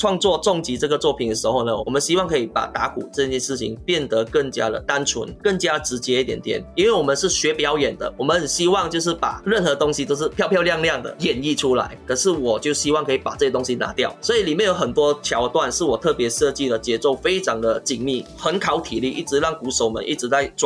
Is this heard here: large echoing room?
no